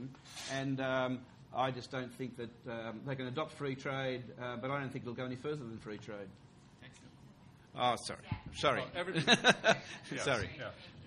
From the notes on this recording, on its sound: TNC/SAU Conference. Responds to questions and comments from conference participants and audience members.